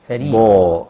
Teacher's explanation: فريضة من الله، أيضا نؤكد هنا على ترقيق حرف الفاء وأيضا حرف الراء، حرف الراء هنا مكسور كله مرقق لحد الضاد